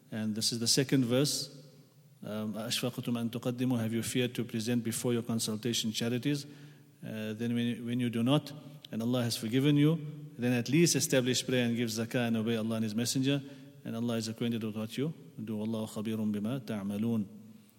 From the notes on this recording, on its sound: at the Houghton Masjid (West Street)